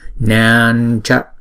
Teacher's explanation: Chữ na này chúng ta đọc kéo dài hai nhịp và đọc chữ na xong rồi mới đóng chữ na đó lại. Nancha. Bởi vì chữ anuswara này kế tiếp nó là chữ c đọc phần palatal, cho nên chúng ta chuyển chữ m dấu nặng này, anuswara này, thành chữ nhờ.